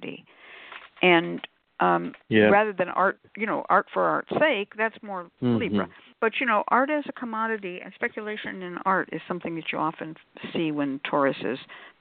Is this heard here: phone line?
yes